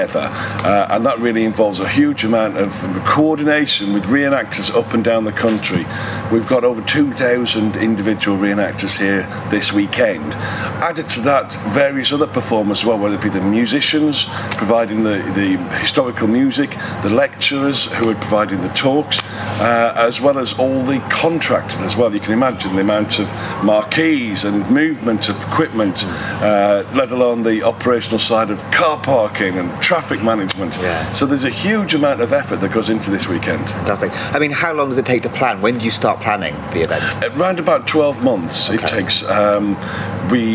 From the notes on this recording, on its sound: English Heritage's History Live festival at Kelmarsh Hall in Northamptonshire.